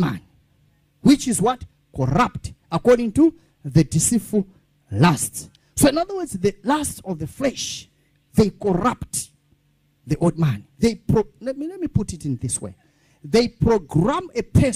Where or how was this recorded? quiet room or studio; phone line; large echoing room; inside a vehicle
large echoing room